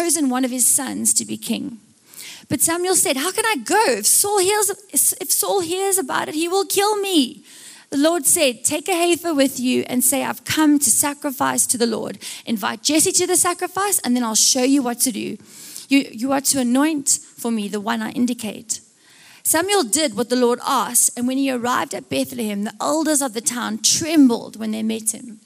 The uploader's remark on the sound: Recorded live on Sunday 16th July the 2023